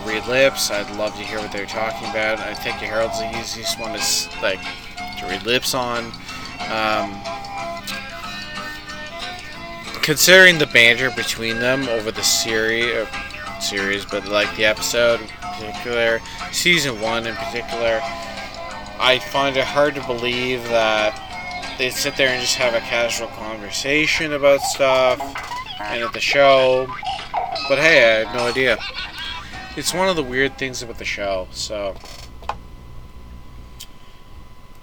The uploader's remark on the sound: Sorry about the clicking